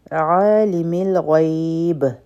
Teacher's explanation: غیب به مدلین جوړ شي او په با باندې به قلقلا کوو